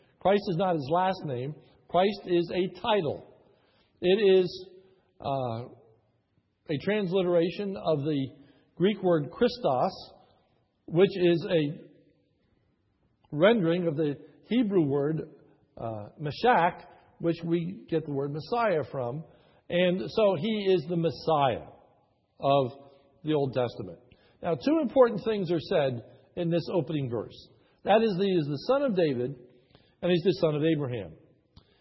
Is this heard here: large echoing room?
yes